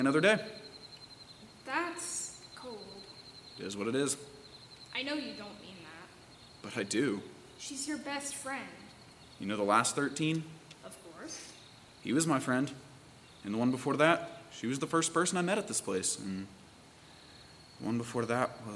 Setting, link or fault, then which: setting, live audience